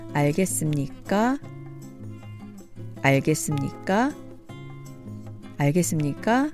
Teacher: the question marker in the polite formal style with rising intonation